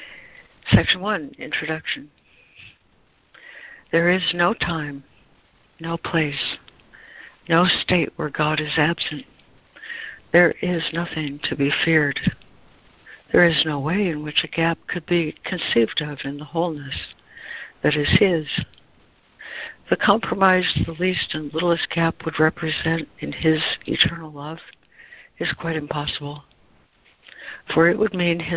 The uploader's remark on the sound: ACIM Daily Conference Call.